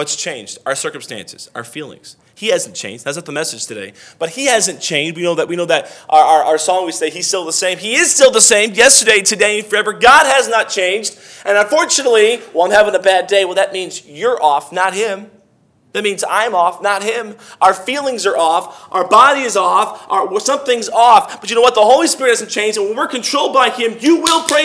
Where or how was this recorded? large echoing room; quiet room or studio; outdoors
large echoing room